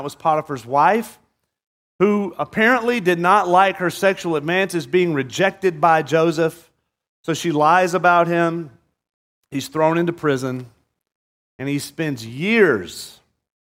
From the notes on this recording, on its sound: At Murrieta Valley Church in Murrieta, California.